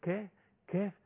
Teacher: مفيش هزه الاوتار الصوتيه، مفيش حبس في عندي في النفس في الصوت · Term: الهمس